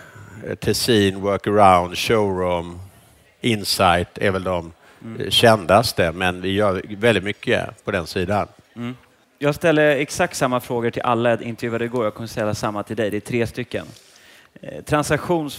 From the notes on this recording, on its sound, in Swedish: Fastighetspodden live från Business Arena